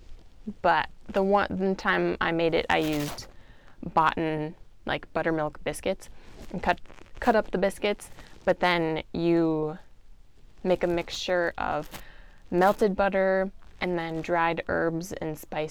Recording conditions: background noise